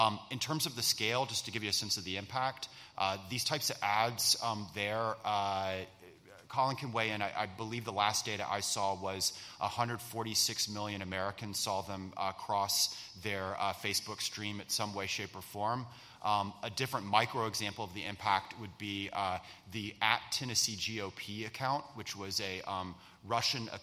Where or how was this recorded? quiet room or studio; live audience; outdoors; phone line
live audience